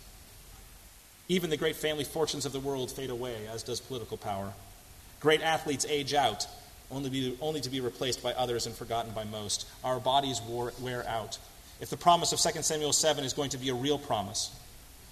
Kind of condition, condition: setting, large echoing room